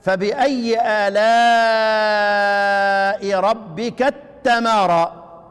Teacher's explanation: ادغم التاء الاولى في التاء الثانية، وبرضه هيبقى من باب الادغام المحض · Term: الادغام الكامل